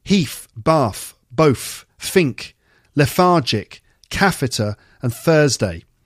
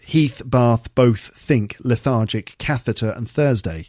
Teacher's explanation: those who speak with TH fronting use F · Shown in: first take · like f, instead if TH is pronounced as th.